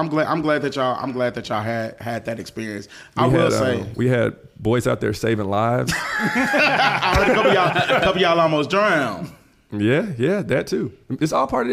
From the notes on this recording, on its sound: Chattanooga, TN. First recording in front of a live audience!